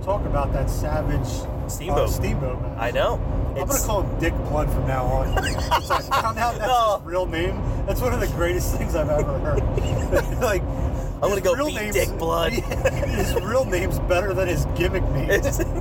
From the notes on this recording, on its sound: Are on the road heading to The Big Event in New York and decided to record a new pod! Pardon the background noise.